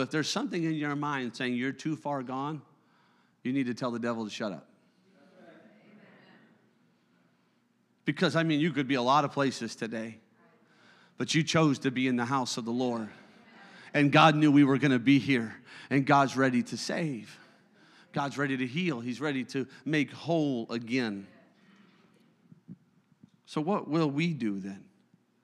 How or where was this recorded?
large echoing room